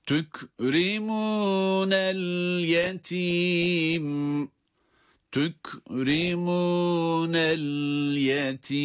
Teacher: sondaki el yetim kelimesini okurken, bitirirken mim harfinin gunneli olmasına dikkat edeceğiz